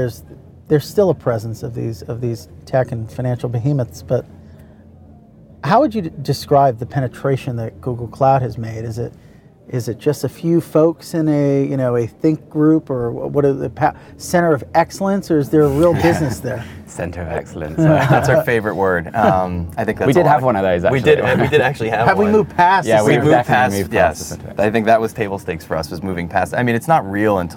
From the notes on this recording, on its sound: recorded at Paris Blockchain Week 2023